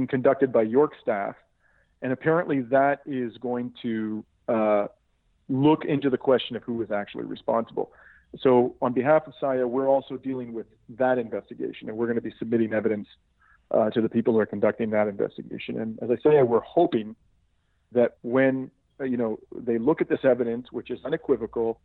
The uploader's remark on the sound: I had with me on the phone.